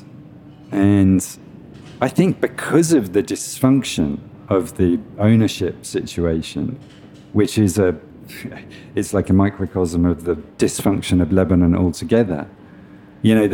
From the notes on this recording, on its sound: taped live at Aaliya's Books